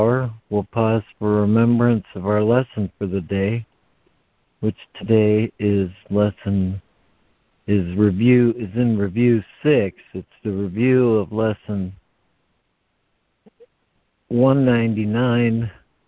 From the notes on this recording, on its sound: ACIM Daily Conference Call